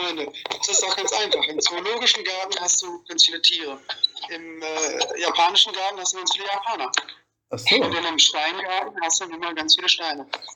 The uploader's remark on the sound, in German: Die Audio in dieser Folge ist leider relativ schlecht.